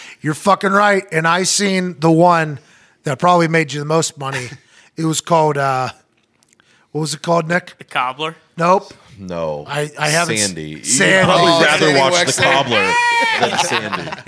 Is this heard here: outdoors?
no